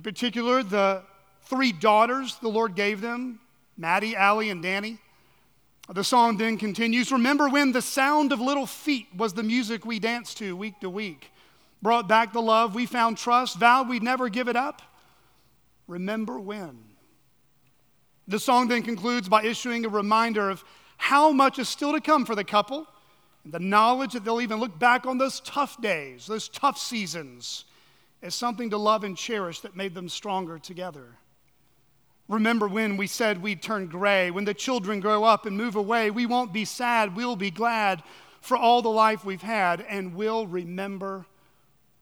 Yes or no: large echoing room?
yes